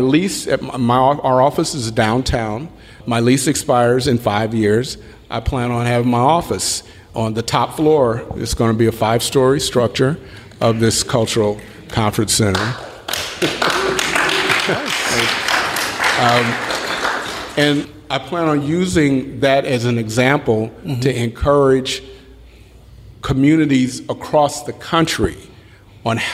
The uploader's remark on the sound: I was recently in Los Angeles for work, and while there, I had the opportunity to do a live show with AIGA Los Angeles.